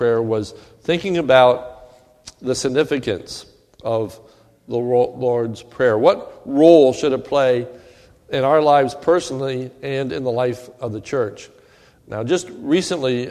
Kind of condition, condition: setting, large echoing room